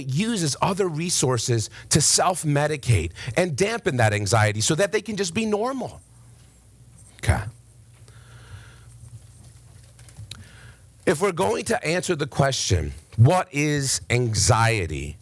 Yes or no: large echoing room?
yes